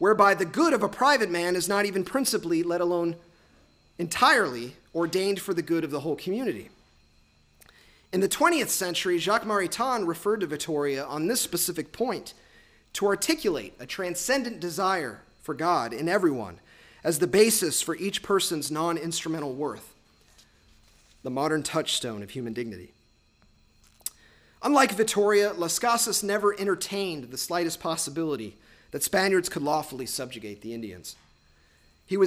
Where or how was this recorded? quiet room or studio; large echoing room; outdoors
large echoing room